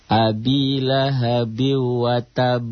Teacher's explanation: Karena ada tasjid. Karena huruf kol-kolahnya dihentikan, ada tasjidnya.